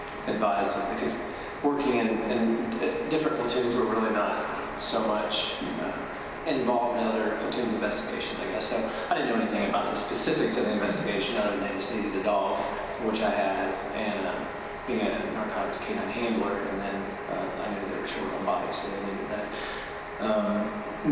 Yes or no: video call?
no